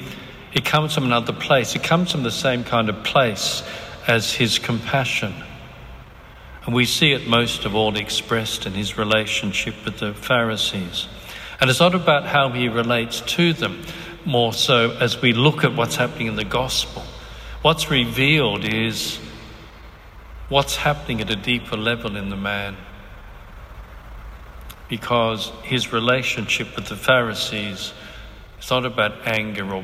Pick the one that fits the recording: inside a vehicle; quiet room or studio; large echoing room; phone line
large echoing room